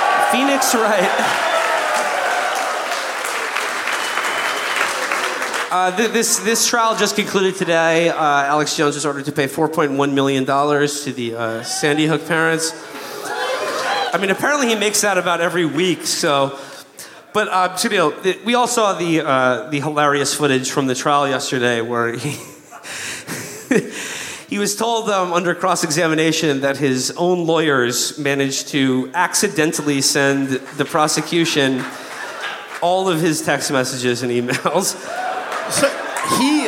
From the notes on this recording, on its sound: Live from the Aladdin Theater in beautiful Portland, Oregon!